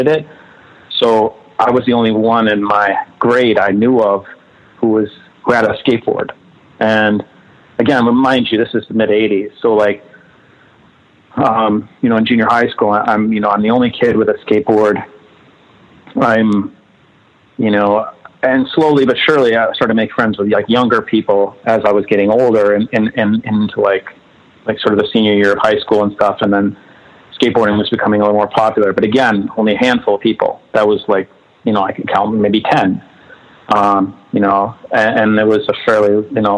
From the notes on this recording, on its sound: We hang out one afternoon on the phone